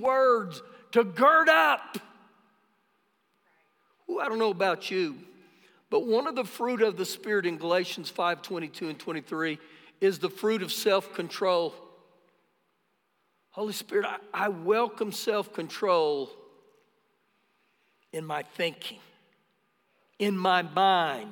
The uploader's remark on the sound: Recorded live during our Sunday morning service